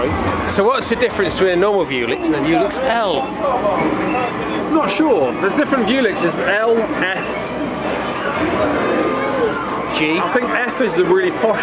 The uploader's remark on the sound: Had a walkround of the garage arcade and did the rest of it in a Swedish airport! Live walkround (well, we were alive) at Hey Stockholm as well as most of the usual stuff.